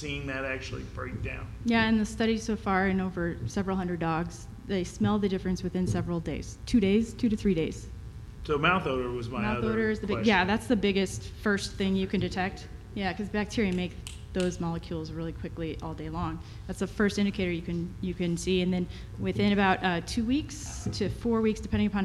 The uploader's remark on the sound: BARK YOUR BIZ Live at Global Pet Expo.